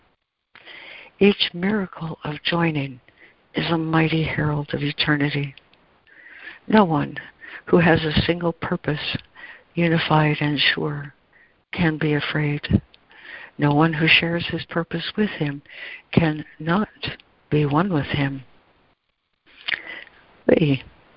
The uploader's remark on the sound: ACIM Daily Conference Call